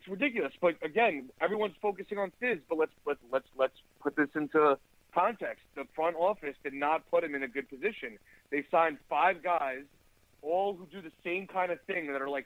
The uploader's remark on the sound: Caller Reactions